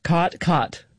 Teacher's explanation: Yes, there you have what's called the caught merger, or in linguistic circles, the low back vowel merger, which is sort of the biggest marker of Western speech.